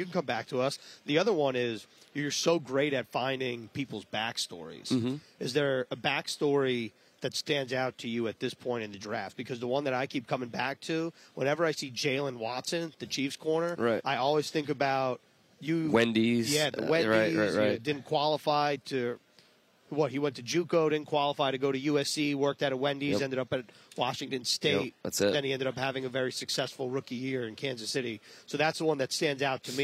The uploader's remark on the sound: live from the 2023 NFL Combine